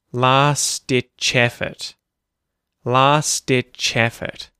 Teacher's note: the ch sound at the end of ditch starts the word effort · Term: connected speech